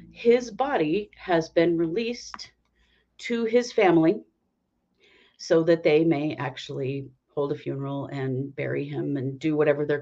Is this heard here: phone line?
no